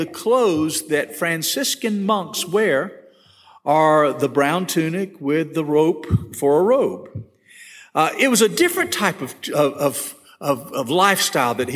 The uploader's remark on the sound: This session was recorded at First Baptist Church Hendersonville, NC on March 23, 2022.